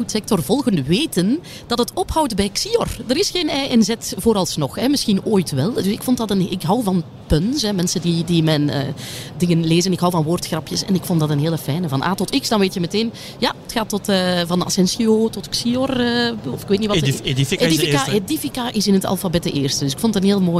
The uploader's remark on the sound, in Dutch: live vanop Finance Avenue